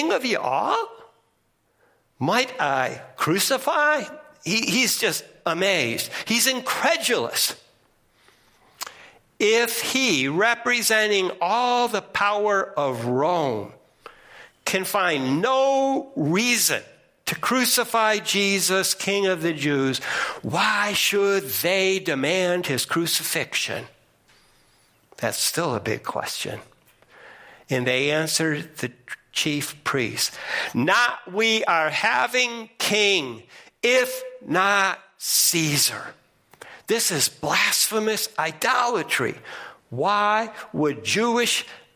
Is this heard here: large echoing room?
yes